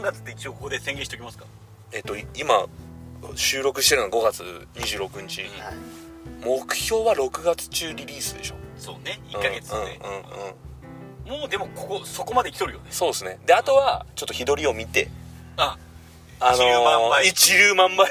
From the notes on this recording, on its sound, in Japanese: 福岡県岡垣町にあるジビエ料理屋べんけいに行く車の中です。金曜日の焚火会3人で収録です。